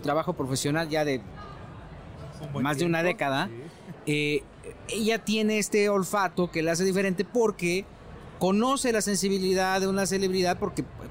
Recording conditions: busy venue